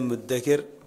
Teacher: فأبدلت التاء دالا مهملة لتقارب مخرجيهما ثم أدغمت المعجمة في المهملة بعد قلب المعجمة إليها للتقارب